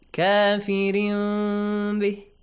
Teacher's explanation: we change tanween to a half mim sound · Term: Iqlab